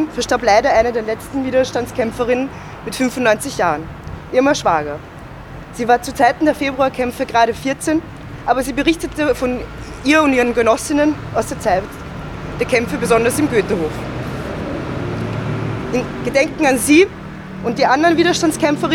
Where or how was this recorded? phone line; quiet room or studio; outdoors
outdoors